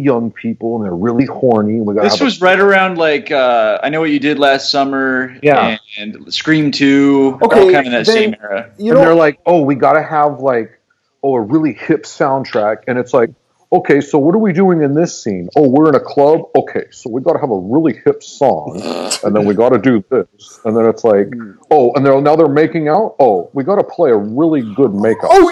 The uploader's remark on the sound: Still recording remotely. Due to CDC social distancing recommendations, this episode was recorded remotely via Skype. We apologize for the reduced audio quality, but we’ll continue to record in this manner until it’s socially responsible for us to reunite and return to our regular format.